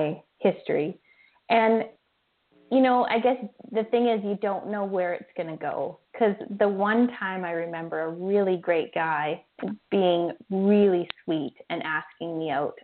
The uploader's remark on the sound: weekly call in show